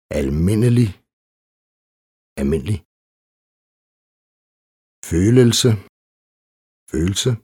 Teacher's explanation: I talesprog kan L i nogle af de mest almindelige ord have en tendens til at forsvinde. Nogle gange sammen med en hel endelse.